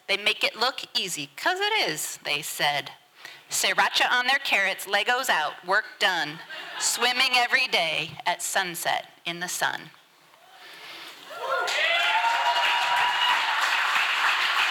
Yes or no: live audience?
yes